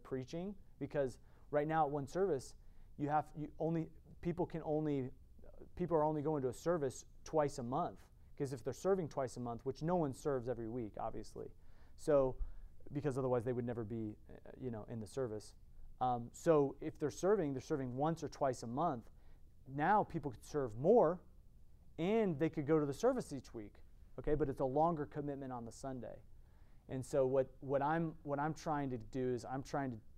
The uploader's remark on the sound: From the Spiritual Leadership Conference at Lancaster Baptist Church